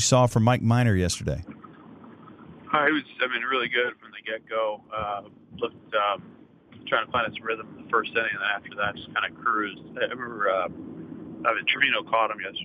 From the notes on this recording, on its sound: called